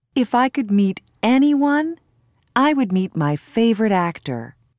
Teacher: Notice the high tone used for the words that show positive emotion.